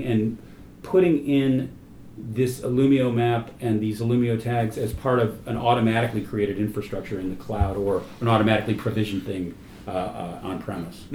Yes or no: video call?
no